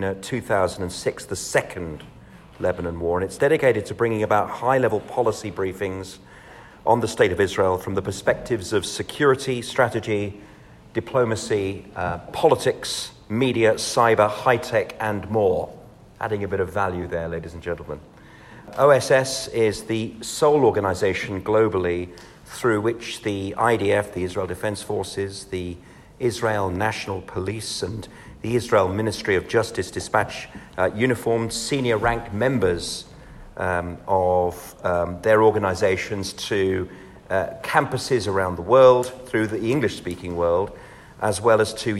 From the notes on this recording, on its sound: LIVE from Westminster addressing Parliament.